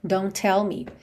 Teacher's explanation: É claro que você vai ligar esses dois T's.